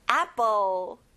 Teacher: 여러분, 애플이 아니에요. 입을 크게 벌려서 아로 발음해야 돼요